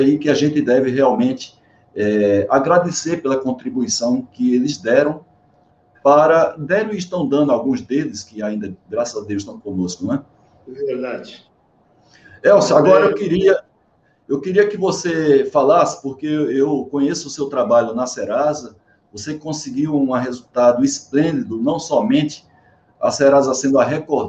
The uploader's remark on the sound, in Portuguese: Esta é a gravação da live que fiz no dia 10/05/2021